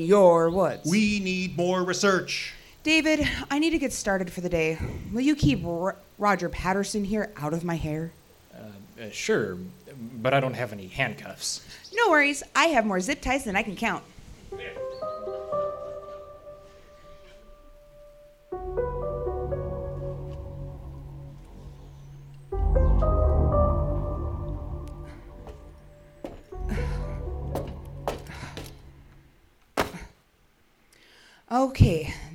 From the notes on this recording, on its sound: recorded before a live audience on September 30, 2023 at the Salty Jester in International Falls, Minnesota.